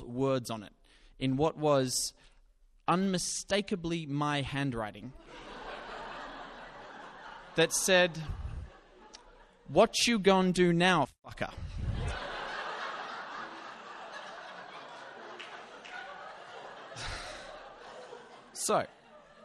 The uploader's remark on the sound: Recorded live at Belconnen Arts Centre, Canberra. (666 ABC Canberra).